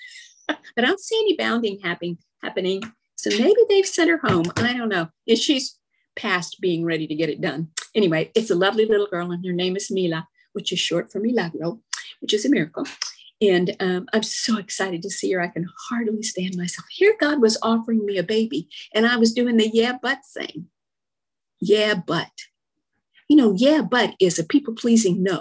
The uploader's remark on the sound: From Addison AFG, Dallas, TX shares her experience, strength and hope on zoom.